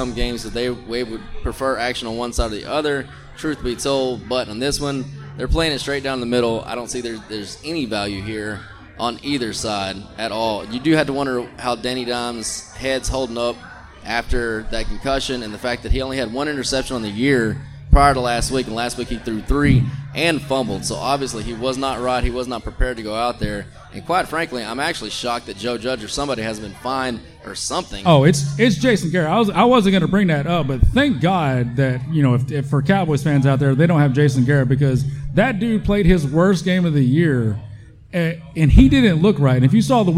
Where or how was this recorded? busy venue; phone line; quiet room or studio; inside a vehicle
busy venue